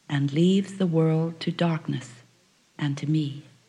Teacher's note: And is not an important word here, you see, so it's best to glide over that one and put the emphasis or the weight instead on the word me, the speaker of the poem. And so we put a bit of a pause after the word darkness, and leaves the world to darkness and to me.